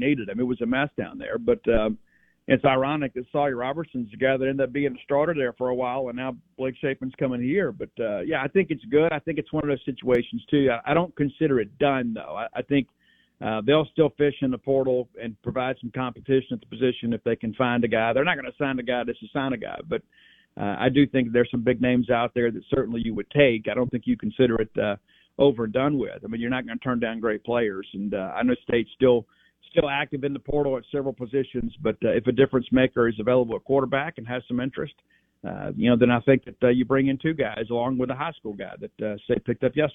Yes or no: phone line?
yes